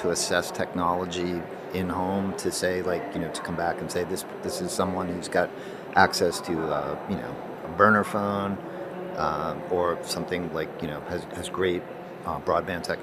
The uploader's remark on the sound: live from the floor of the HLTH conference